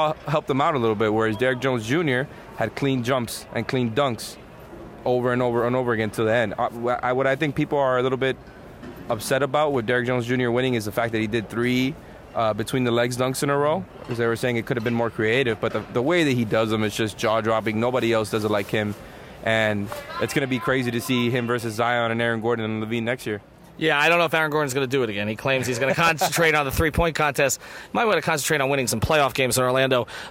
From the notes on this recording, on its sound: Hop on the mic live from NBA All-Star Weekend in Chicago.